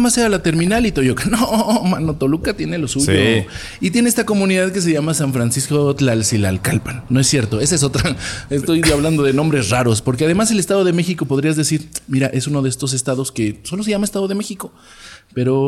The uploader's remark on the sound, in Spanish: Desde Café Cuatro Cuartos en Toluca. Grabado en vivo desde el misterioso Café Cuatro Cuartos en Toluca.